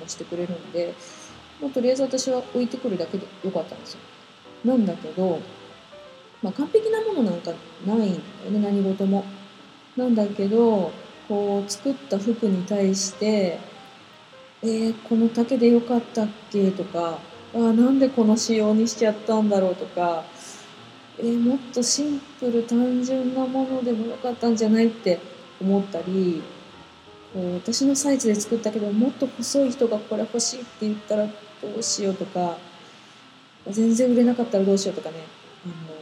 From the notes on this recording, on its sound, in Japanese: パソコンのフィンが回っちゃって雑音多いです。